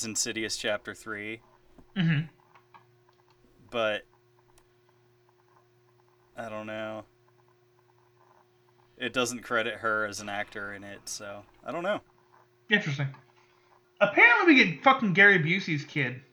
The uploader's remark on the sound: This week, we had a hell of time producing this episode. Technical issues aside.